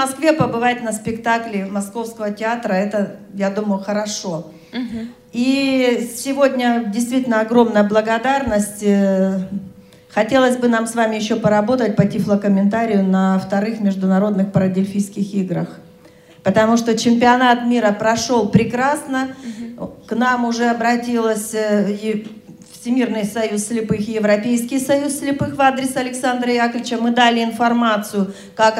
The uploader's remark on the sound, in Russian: Международный образовательный реабилитационный форум ВОС «Интеграция 2018». Аудиозапись работы круглого стола.